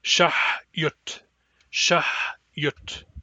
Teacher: It has a back H, a hard Y, and a short U, all of which frequently get mispronounced.